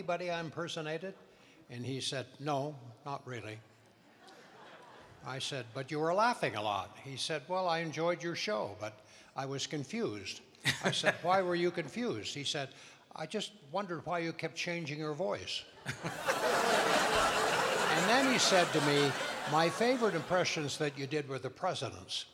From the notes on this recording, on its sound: Live at the South Point Casino.